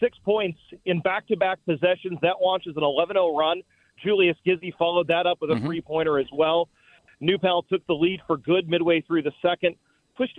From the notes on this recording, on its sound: Ball State Radio Network called